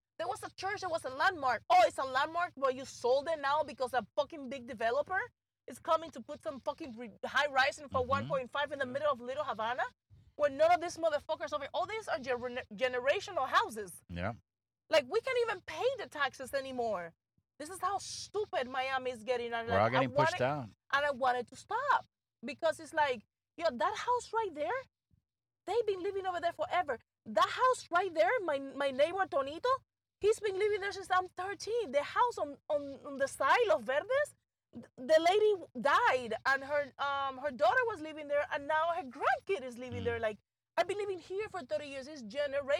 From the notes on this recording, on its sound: On this episode, we are in the car